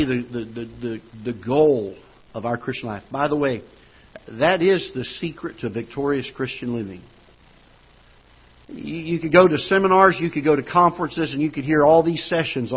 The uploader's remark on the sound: Ketha Heights Baptist Church ~ Live Broadcast.